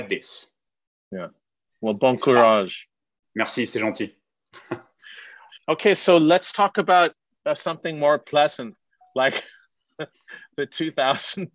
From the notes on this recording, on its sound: over Zoom